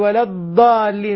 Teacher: بعضهم يهرب من الضاد للدال يقول ولا الضالين، يخرج من طرف اللسان وهذا خطأ. بعضهم يهرب منه إلى الضاء يقول ولا الضالين، ويخرج ويفر منه إلى الضاء وهذا خطأ.